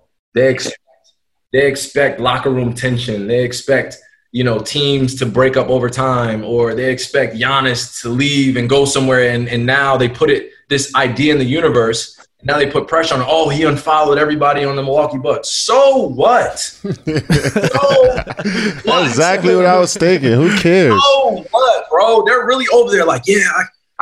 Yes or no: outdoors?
no